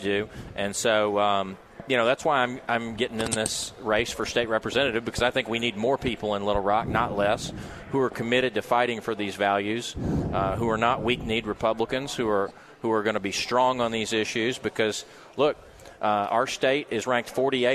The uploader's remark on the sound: Live at the State Capitol for Filing Day